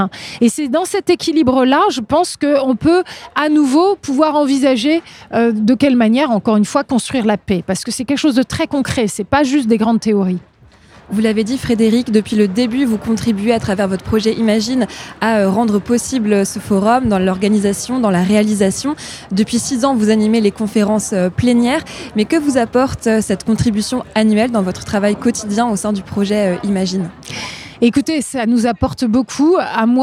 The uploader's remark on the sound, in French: En direct du Forum mondial Normandie Pour La Paix. Pour couvrir l'événement, Phénix a délocalisé son studio le temps d'une émission spéciale (1h) en direct de l'Abbaye aux Dames.